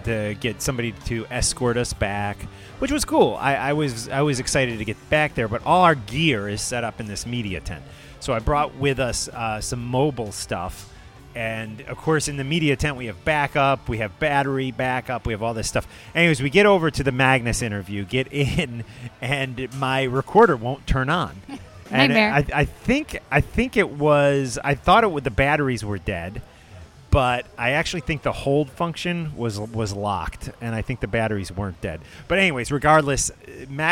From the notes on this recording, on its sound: interviews that were recorded this past weekend at Heavy Montreal